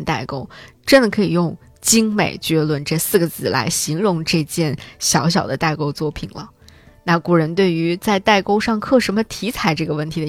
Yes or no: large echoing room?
no